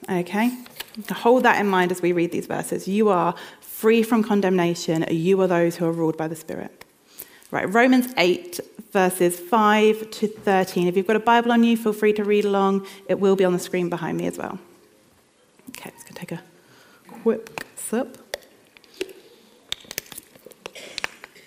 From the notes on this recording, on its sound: This sermon was recorded on Sunday 22nd October 2023 at our Putnoe venue.